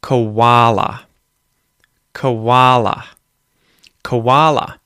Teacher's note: you'll hear a W kind of sound, a small W sound linking the schwa sound to that A